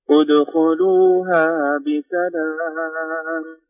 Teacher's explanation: الدال المقلقلة تميل للضم